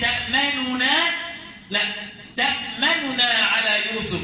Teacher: ان انا اقرا النون المضمومه ببعض حركه · Term: الروم